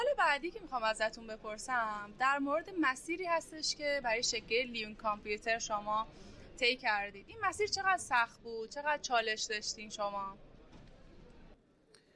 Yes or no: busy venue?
yes